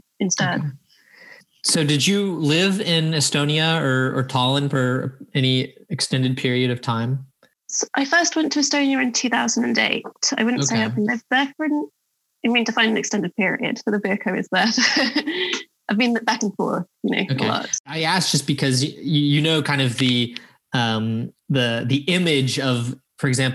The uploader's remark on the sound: Our first Zoom interview from London. This episode was recorded on March 31st, 2020 via Zoom.